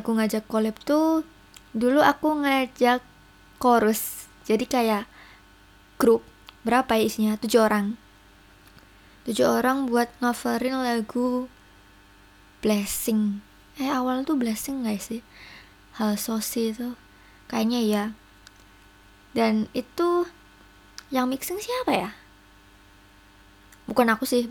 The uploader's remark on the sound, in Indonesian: maaf suara kipas anginnya emg ngganggu